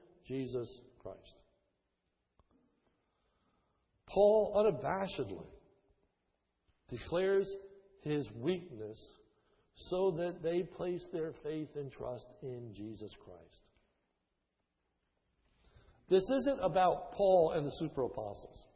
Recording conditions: large echoing room